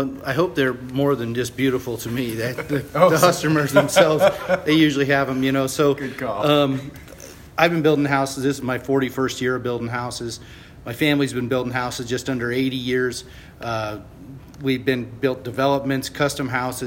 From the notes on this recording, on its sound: Live from the Texas Society of Architects 2017 Expo and Convention. Special thanks to Bautex Systems for their generous support of our live recorded episodes at the 2017 TxA Expo & Convention.